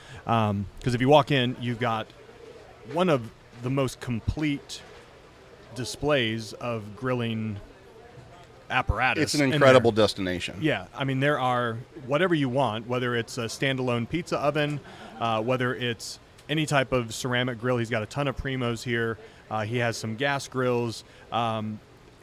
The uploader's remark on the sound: We are LIVE from the BBQ Love Fest in Tampa Florida